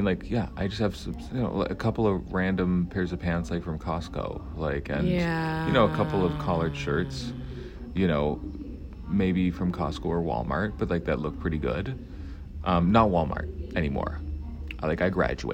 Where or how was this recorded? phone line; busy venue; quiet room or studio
busy venue